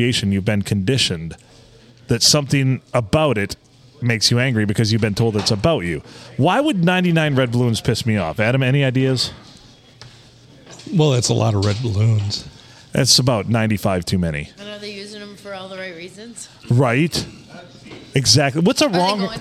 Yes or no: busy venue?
yes